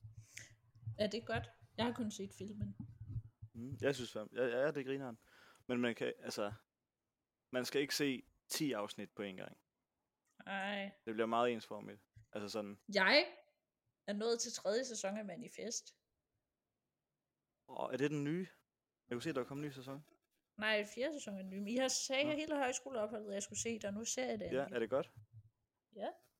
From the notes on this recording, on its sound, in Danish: Har endelig skaffet en mikrofon. Lyden sidder stadig ikke lige i skabet.